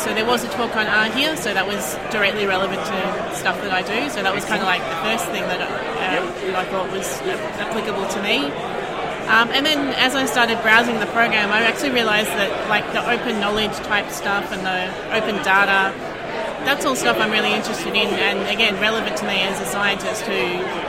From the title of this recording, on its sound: linux.conf.au 2017: First timers interviews